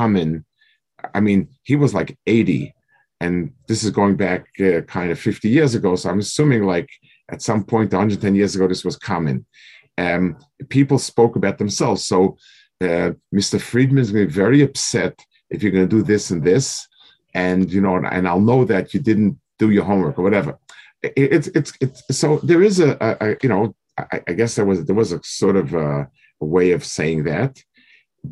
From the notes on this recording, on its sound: This shiur takes place over Zoom on Motzei Shabbos.